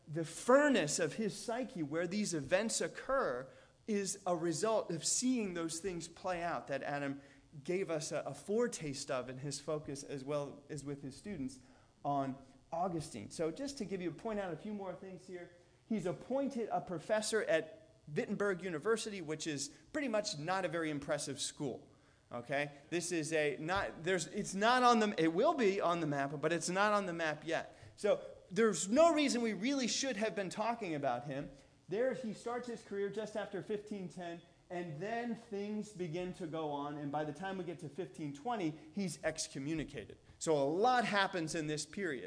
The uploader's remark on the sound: Delivered on October 15th, 2017 at All Souls Anglican Church in Wheaton, IL.